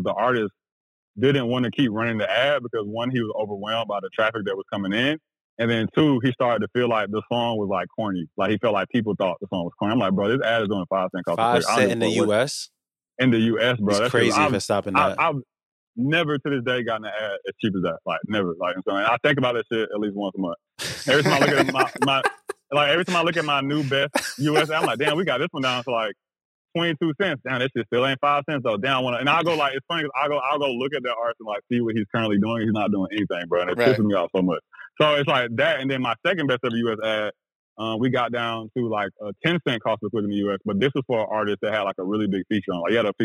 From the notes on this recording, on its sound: joined on the phone